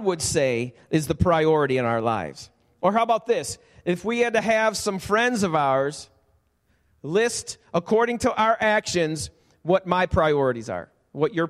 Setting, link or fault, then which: setting, large echoing room